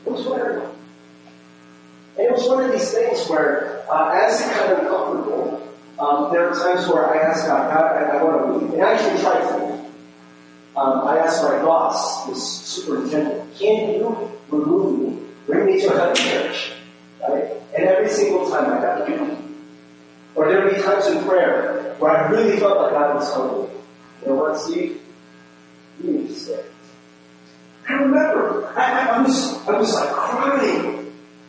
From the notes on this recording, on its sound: Sorry for the mic not working